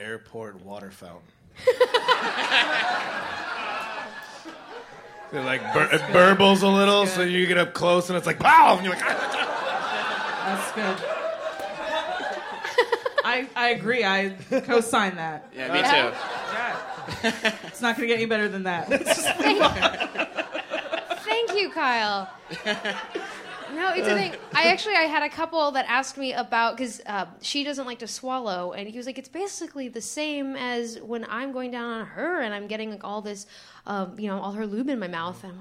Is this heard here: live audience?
yes